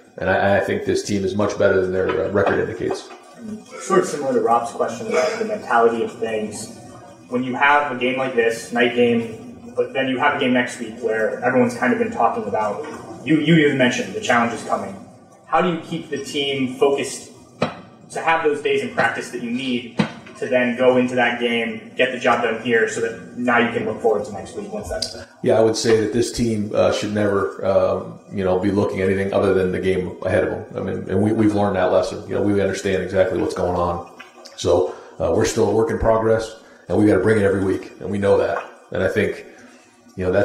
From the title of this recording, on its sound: press conference